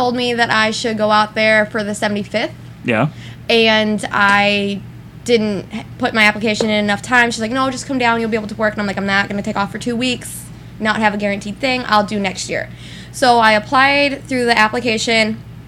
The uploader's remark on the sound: Live From The Strip Club